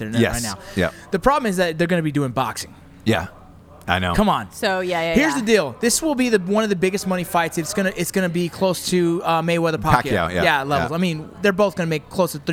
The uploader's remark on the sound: As they go live from an LA dive bar.